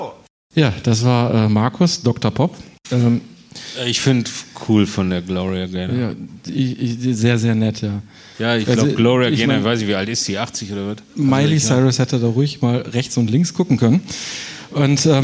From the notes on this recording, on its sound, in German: Live in Kassel. Vor Publikum.